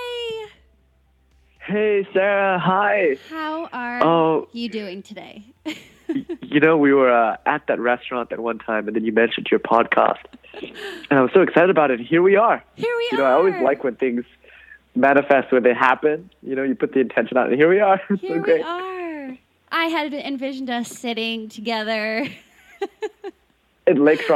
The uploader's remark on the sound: Over the phone